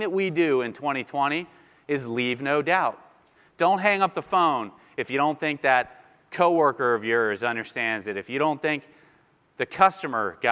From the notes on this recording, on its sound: Keynote address at RQP3